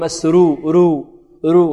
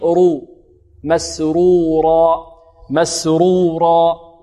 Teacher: إنه كان في أهله مسرورا، عندما نقف على مسرورا أو قبل ذلك الراء ماذا في مسرورة تفخم لأنها مضمومة، وكذلك الراء الثانية بعد الواو تفخم لأنها مفتوحة · Shown in: second take · هكذا أرى رو رو را رو را مسرورا، لا نقول مسرورا مسرورا، البعض يقول مسرو رو رو، لا هذا ليس تفخيم، هذا ترقيق، رو ترقيق.